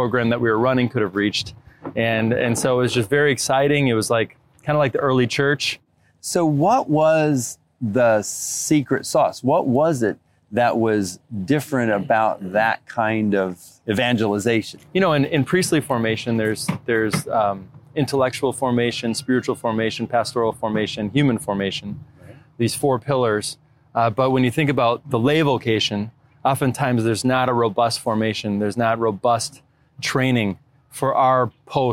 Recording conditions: busy venue